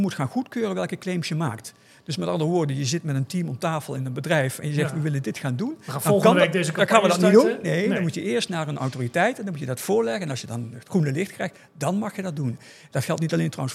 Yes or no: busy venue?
yes